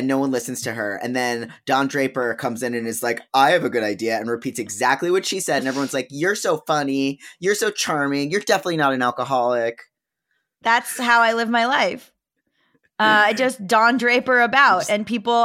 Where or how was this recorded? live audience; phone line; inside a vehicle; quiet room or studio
quiet room or studio